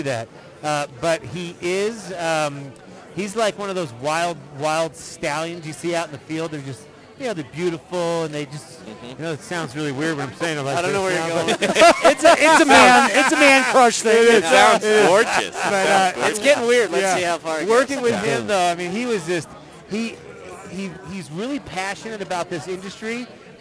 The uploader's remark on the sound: Live from Logan Street Denver Restaurant and Bar and Carboy Winery!